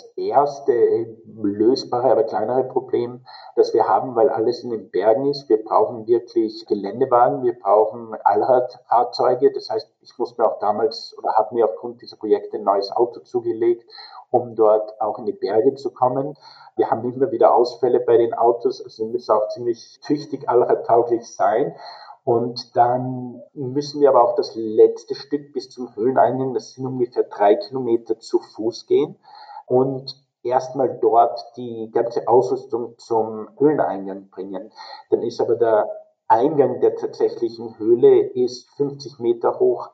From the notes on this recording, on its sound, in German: Leider ist der Ton nicht ideal dieses Mal. In Mexico und ich in Deutschland sitze und ich ihm daher leider kein Mikro zur Verfügung stellen konnte.